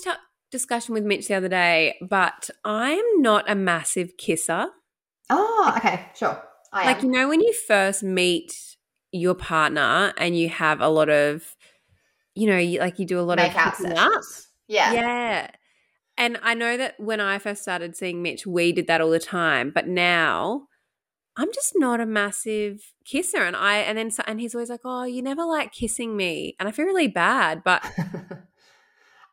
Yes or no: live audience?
no